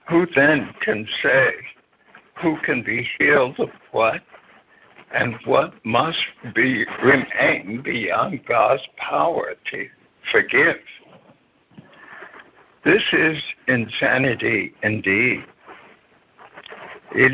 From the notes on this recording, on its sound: ACIM Daily Conference Call.